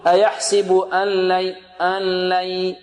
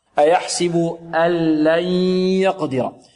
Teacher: الصحيح أن النون تنقلب إلى لام خالصة · Shown in: second take · يعني تنتقل من همزة إلى لام مشددة، من همزة إلى لام، خلاص النون هذه يعني تذهب. · Term: إدغام بغير غنة